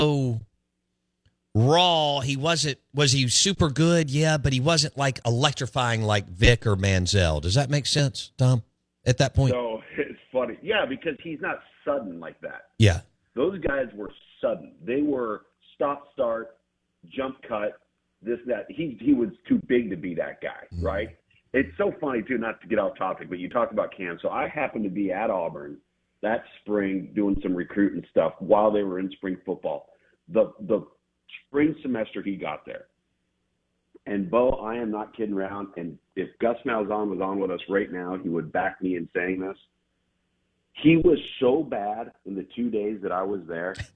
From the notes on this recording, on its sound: Joins the show on the Farm Bureau guest line. Live in the BankPlus Studio.